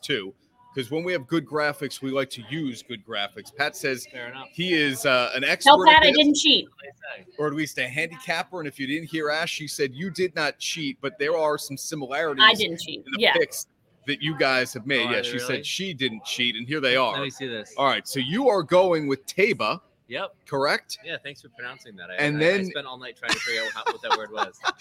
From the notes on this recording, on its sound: LIVE from Kings Tavern in Saratoga Springs.